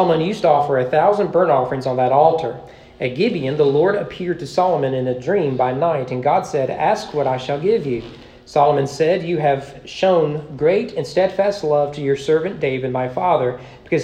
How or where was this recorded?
large echoing room